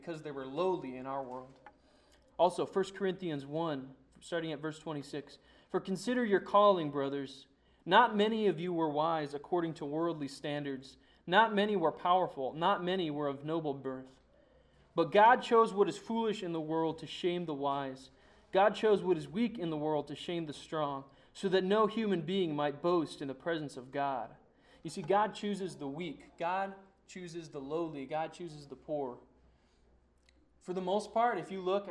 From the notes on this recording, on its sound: Sermon preached on Sunday, December 6, 2009 at Church of the Good Shepherd in Glendora